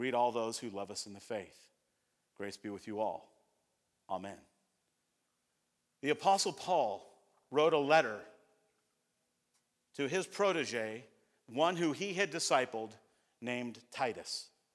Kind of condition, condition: setting, large echoing room